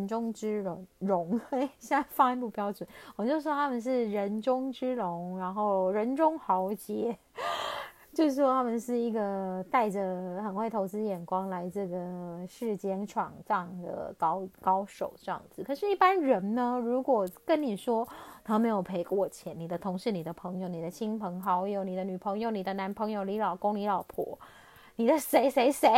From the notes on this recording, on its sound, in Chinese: 這一集換了錄音方式，所以有些沙沙的聲音